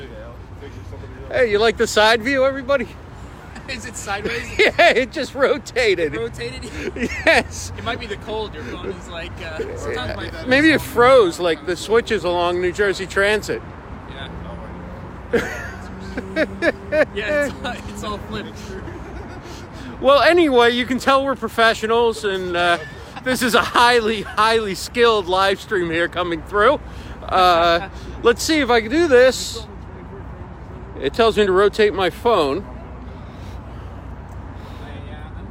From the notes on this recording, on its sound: Walking in downtown NYC with the New York City Video Mastermind